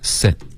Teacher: sit 的干脆的停顿没听见你要在最后顶舌尖